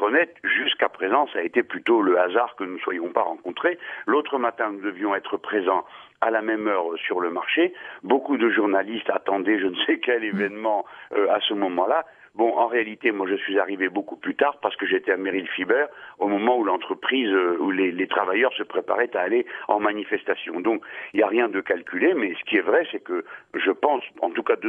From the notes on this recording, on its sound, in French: Il a r&#233;pondu par t&#233;l&#233;phone. Interview dans la matinale de France Bleu Nord. Il a répondu par téléphone.